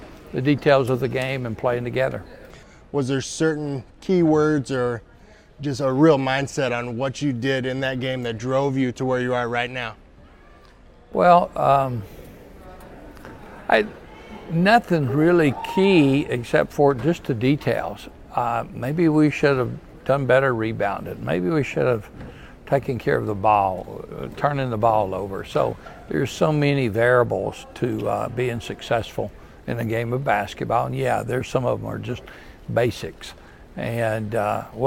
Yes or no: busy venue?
yes